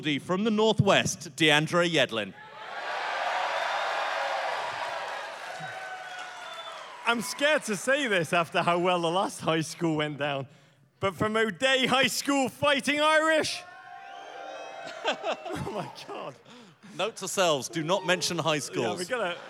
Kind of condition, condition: setting, live audience